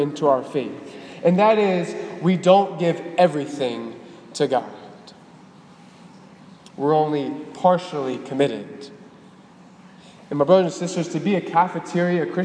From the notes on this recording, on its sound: at the Cathedral of the Nativity of the Blessed Virgin Mary in Biloxi, MS.